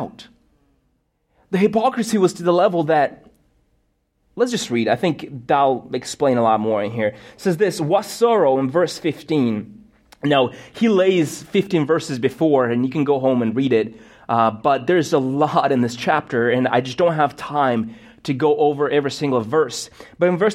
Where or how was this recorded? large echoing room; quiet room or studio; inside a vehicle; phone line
large echoing room